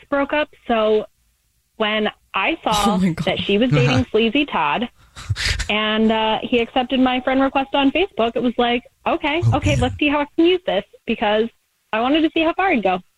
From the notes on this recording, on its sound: We get that other person on the phone